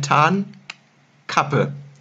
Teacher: Nehmen wir mal an, ich sage das Wort Tarnkappe. Ich bilde vorne einen Verschluss für das N, ich binde hinten einen Verschluss für das K und ich löse den Verschluss vorne, bevor ich den hinten löse und dann kommt ein Tarnkappe dabei heraus. · Term: Knacklaute